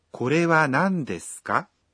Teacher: ka es una partícula interrogativa. Si se agrega al final de una oración y se la pronuncia en un tono ascendente, quiere decir que se trata de una pregunta.